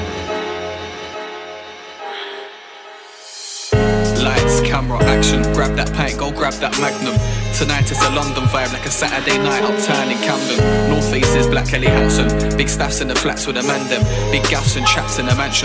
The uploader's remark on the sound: London Scenery at PS19. London Scenery special live from Primavera Festival. Showing love to their Barcelona hosts.